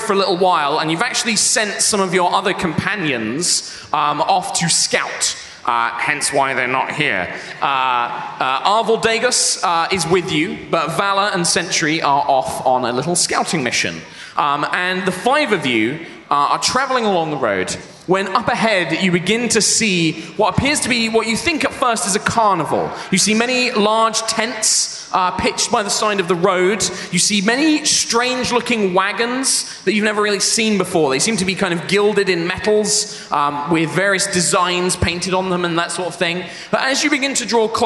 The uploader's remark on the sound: High Rollers LIVE at MCM Comicon 2018